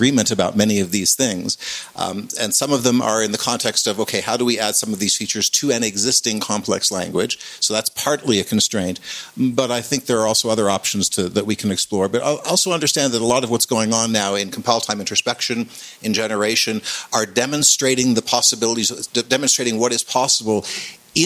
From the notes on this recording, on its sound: The first of our two, live, CppCon 2019 episodes